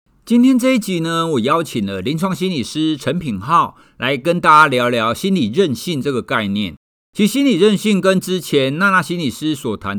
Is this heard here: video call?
no